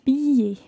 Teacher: You don't actually pronounce an L sound in there.